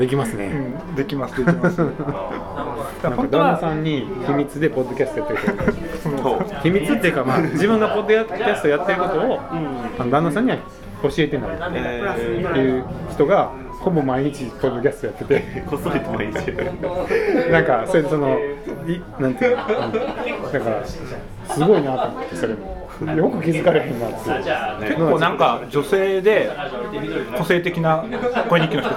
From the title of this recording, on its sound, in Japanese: BAR KRYPTOで